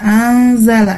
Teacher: anzala itu adalah ikhfa hakiki di mana nun sukun itu bertemu dengan huruf zai, ya. Dibacanya itu samar-samar dengan disertai dengungan